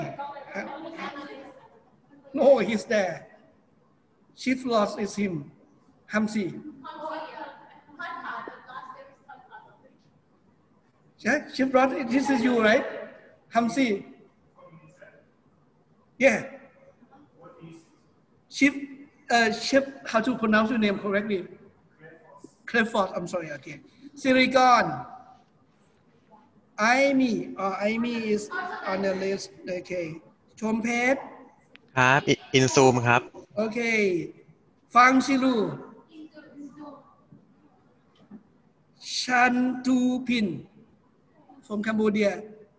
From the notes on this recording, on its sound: PODCast of LIVE Class Record